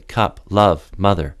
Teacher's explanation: Ease the sound out on an open central vowel, as in cup, love, mother. Allow the breath to fill down in your belly, let your mouth and throat feel as open as possible, and keep letting the sound out on a variety of pitches.